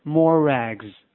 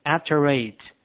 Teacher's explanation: 辅音字母 R 和元音碰到一起连读的情况。那实际上也可以像汉语拼音一样把它们拼到一起就可以了 · 在美国英语里面，因为碰到字母 R 要有儿化